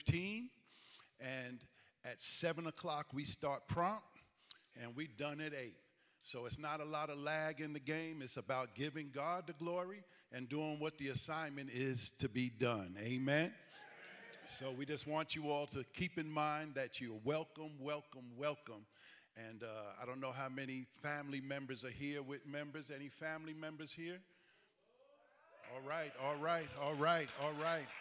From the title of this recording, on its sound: Recovery Church Live Event